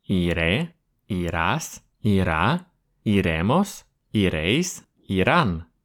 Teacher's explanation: Мы просто добавляем список нужных окончаний и делаем почти везде ударение в конец слова.